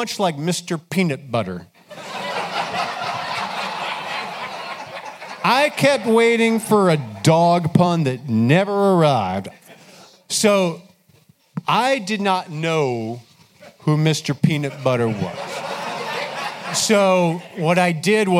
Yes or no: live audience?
yes